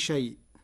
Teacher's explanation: قرأ ورش كلمة شيء بالتوسط والمد لمراعاة اجتماع الهمز واللين في كلمة